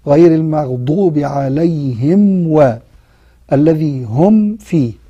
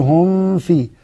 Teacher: الميم الساكنة إذا أتى بعدها حرف الواو أو الفاء، هذين الحرفين بالذات، تكون أشد إظهارا · Shown in: first take · حتى لا يتوهم آخر فيخفيها، ف فيقول هم فيه، هذا خطأ.